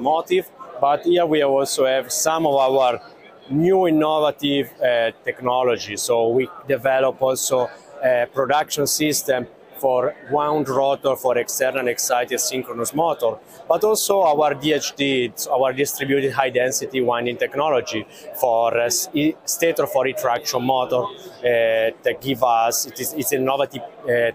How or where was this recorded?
busy venue